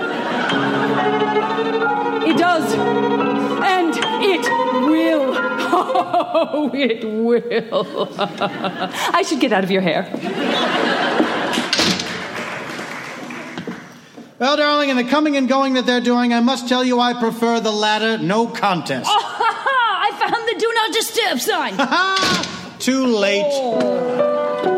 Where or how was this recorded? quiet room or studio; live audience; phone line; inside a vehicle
live audience